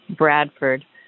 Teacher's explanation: most of us, I think, say Bradford with the emphasis on Brad and Ferd, like F-E-R-D.